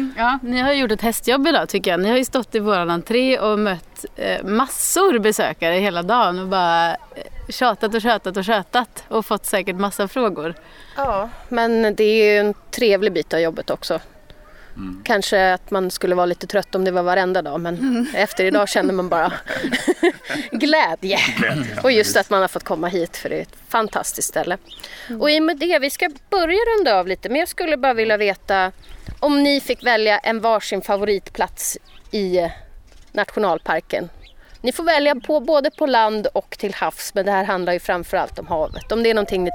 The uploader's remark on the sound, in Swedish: Live från Kosterhavets nationalpark